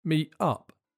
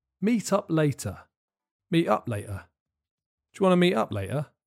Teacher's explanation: This is quite an informal question, so it would probably be quite contracted, and there's a good chance that the T at the end of meet and in the middle of later would be replaced by glottal stops. A glottal stop is a complicated way of saying that the word stops quickly.